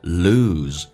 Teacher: The fastest way to lose love,最快速的方式去失去爱情。记住美式发音发 a 这个发音，不是发成 fastest,叫做 fastest,同时 t 发成 d,而且最后一个 t 不发音，气流也不阻塞，因为前面是辅音，叫做 the fastest way to lose love.记住 lose, ooh 这个发音不是 ooh,是肌肉慢慢的往前推，形成一个小小的圆，叫做 lose. Lose love is to hold it too tightly,而是把它抓得太紧。来看一下一个单词 hold.首先 L 要发出来，很多人直接发成 hold, no hold.